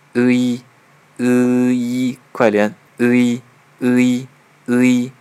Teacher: 是由单元音第五个ö口型扁扁的ö和一竖一组合在一起